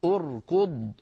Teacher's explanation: أركض أركض همزة الوصل بعدها راء ساكنة بعدها كاف مضمومة، من أجل ضمة الكاف ضممنا همزة الوصل عند البدء بها، فنقول أركض.